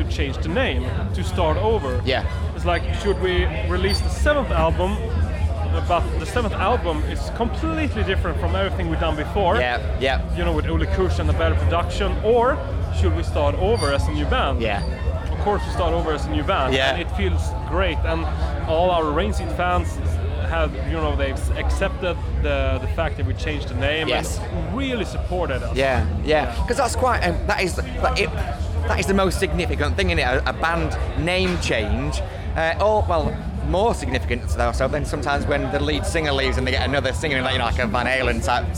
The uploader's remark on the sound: at Bloodstock Festival